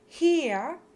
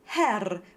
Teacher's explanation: hier, H-E-R, with a long closed E and that drop-off upside-down A instead of the R sound, and Herr, with an open E and lots of R.